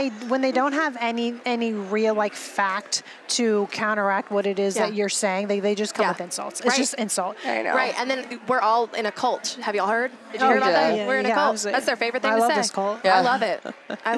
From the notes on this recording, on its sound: live from YWLS